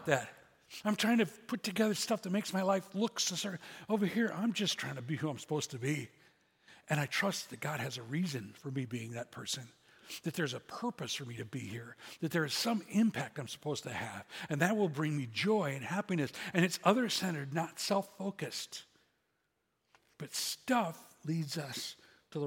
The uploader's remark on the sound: SCG Church Service September 24th, 2023